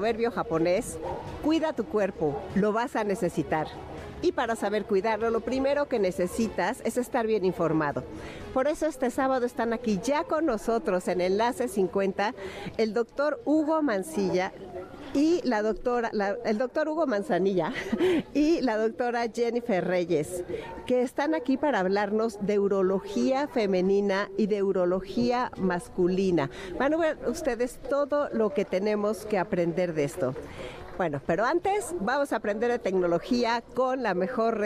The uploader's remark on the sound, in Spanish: Acompáñanos en nuestra transmisión en vivo desde el Parque Morelos en la Colonia Escandón celebrando el quinto aniversario de Amores de Garra.